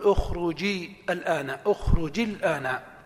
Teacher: ها، الأصل في التخلص من التقاء الساكنين بالكسر، كأخرج الآن، أخرج أمر مبني على السكون، الآن مبدوء بأل، فعند الوصل ستحذف همزة الوصل ويكون الآن مبدوء بلام ساكنة فيلتقي ساكنان فتكسر الجيم من أخرج